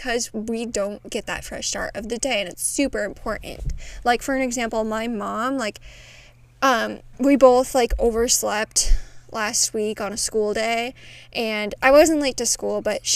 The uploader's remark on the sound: tune in as I take you outside at my cabin!